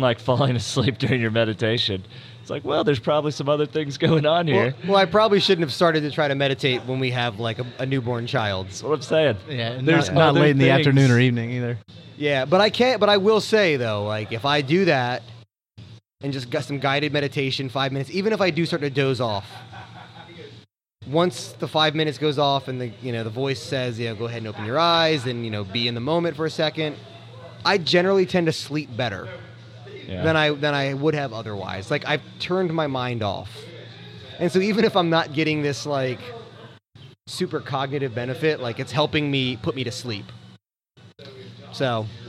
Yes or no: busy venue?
yes